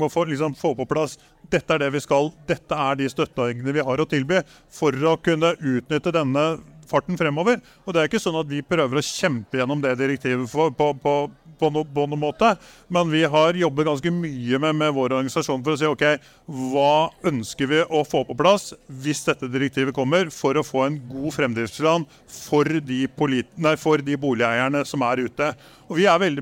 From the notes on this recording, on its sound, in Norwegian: Vi tok praten live fra Arendalsuka